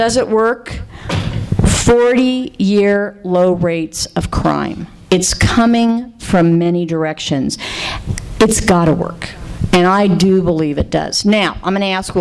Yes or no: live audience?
yes